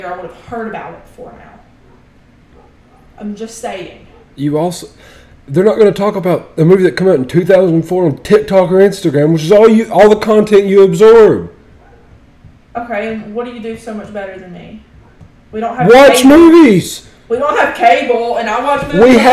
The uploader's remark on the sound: This was one of the more heated episodes so maybe an headphone warning is necessary.